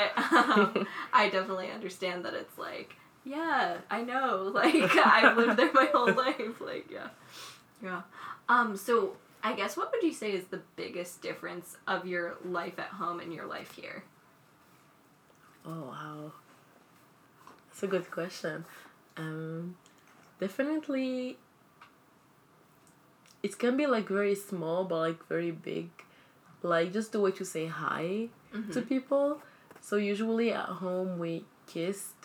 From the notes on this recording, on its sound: If you hear clanking noises, it's our mugs of tea.